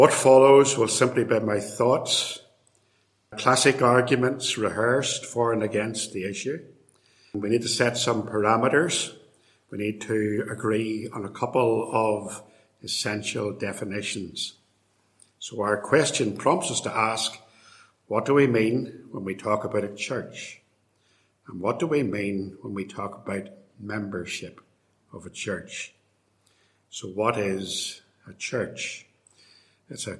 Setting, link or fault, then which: setting, large echoing room